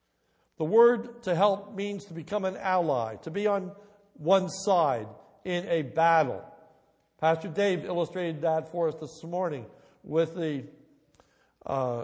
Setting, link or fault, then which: setting, large echoing room